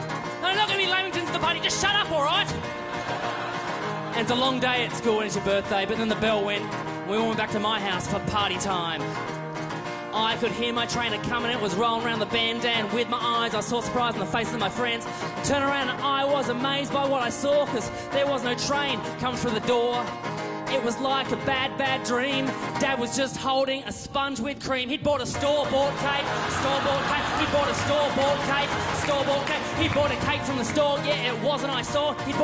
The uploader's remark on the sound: Live at the 2010 Melbourne International Comedy Festival Opening Night.